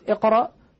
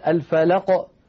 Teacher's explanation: فكلمة اقرأ القاف وقعت وسط الكلام فهي مقلقلة لكنها أقل وضوحا من الفلق التي وقفنا عليها